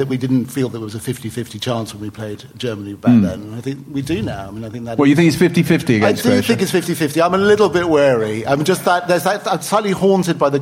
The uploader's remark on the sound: we bring this special episode LIVE from the Albany on London's Great Portland Street!